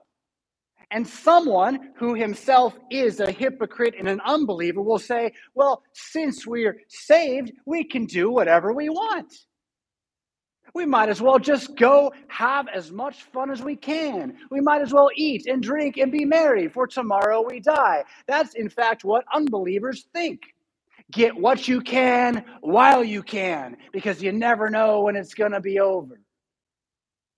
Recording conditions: large echoing room